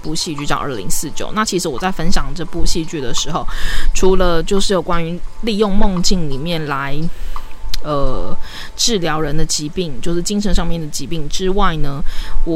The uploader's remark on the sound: P.s錄這集的時候不小心忘記關電風扇，所以可能一直會有一個雜音在這個錄音單集裡面. When recording this episode, I accidentally forgot to turn off the electric fan, so there may always be a noise in this recording episode.